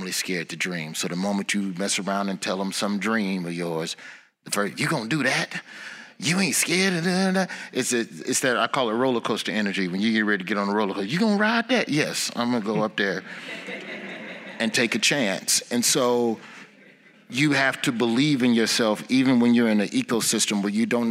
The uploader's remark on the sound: Recorded live in Birmingham, Alabama, at the National Association of Black Journalists conference.